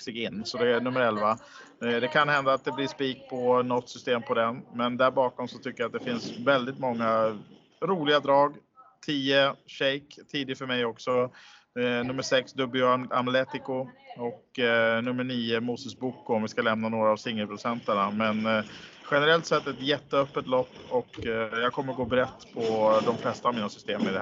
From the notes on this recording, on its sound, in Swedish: Podden inspelas på Malmö Live i livlig miljö.